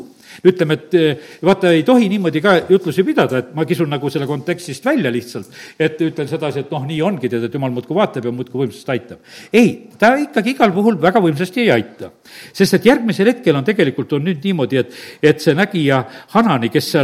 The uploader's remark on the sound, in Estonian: Audio salvestus koosolekult